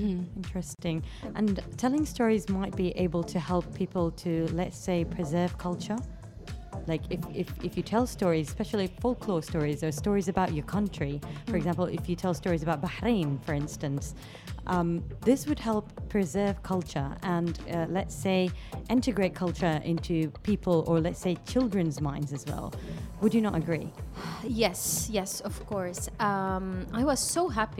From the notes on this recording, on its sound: Live from SHD 2023